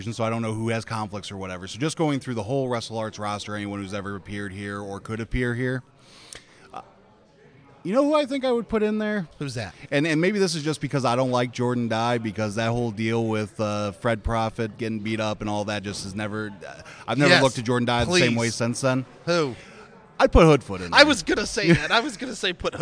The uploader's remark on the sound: Recorded before the show at the historic Irving Theater in Irvington, a storied neighborhood in Indianapolis,